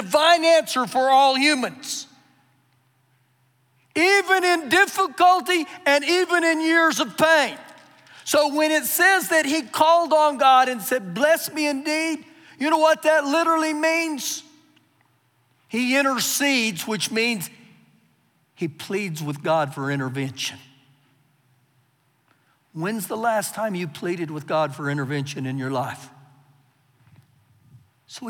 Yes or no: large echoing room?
yes